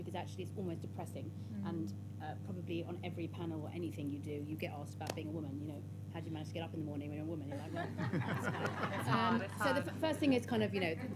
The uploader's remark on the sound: This talk was recorded on the Positive Futures stage at Vevolution Festival 2019.